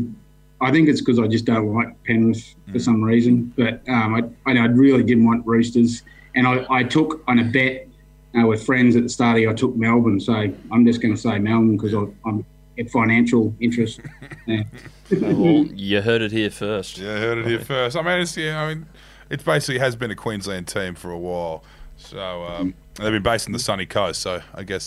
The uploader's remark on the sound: Recorded from the Budgy Smuggler Booth. Recorded from the Budgy Smuggler Booth.